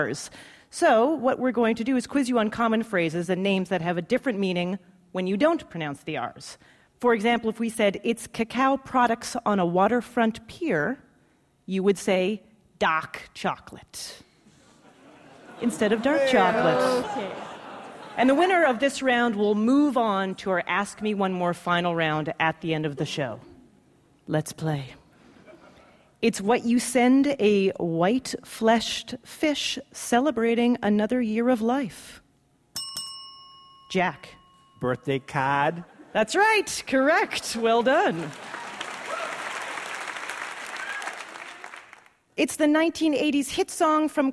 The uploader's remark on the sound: For our first-ever show on the road, we chose a city near and dear to our hearts: Boston. Taped live at the Wilbur Theatre.